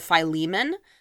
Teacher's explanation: the emphasis is on the second syllable